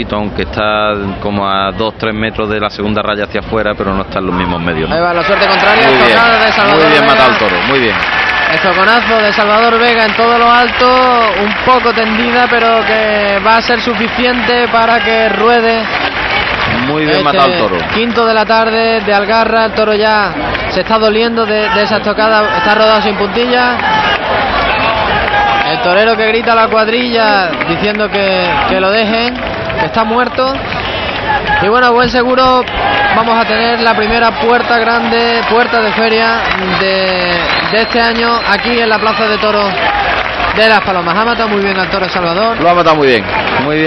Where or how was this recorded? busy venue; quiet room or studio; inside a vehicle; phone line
busy venue